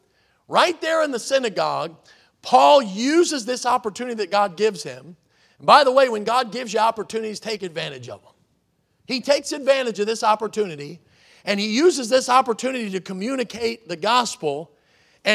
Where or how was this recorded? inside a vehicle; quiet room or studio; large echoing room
large echoing room